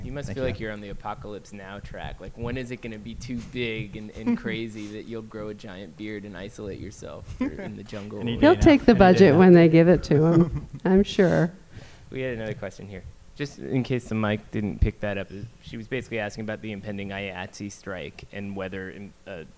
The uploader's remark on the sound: Live From NYFF